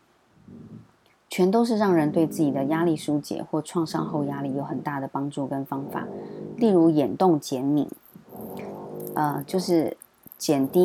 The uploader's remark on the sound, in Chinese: 本週背景白噪音：樓上施工打地板，請多包涵。